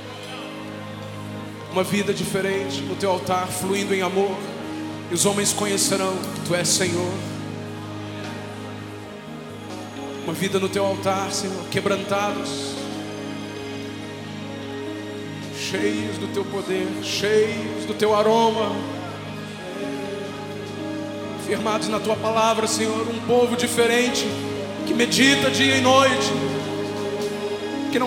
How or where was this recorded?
live audience